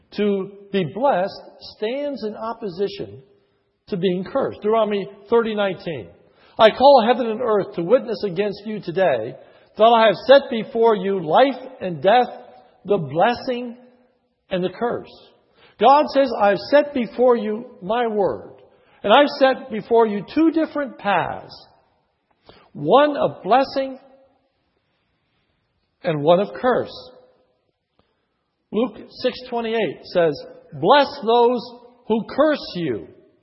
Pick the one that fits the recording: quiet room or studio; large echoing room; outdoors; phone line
large echoing room